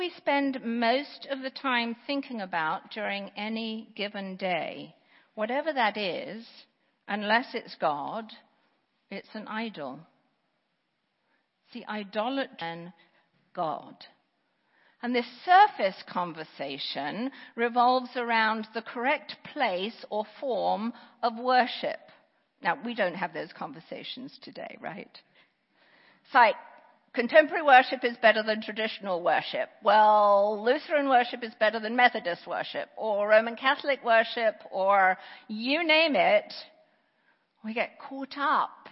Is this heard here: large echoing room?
yes